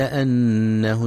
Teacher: ينتبه القارئ لغنة النون المشددة في كلمة أنه، فهي أكمل ما تكون